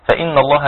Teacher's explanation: إن حرف غنة مشدد مقدار حركتين · Term: غنة كاملة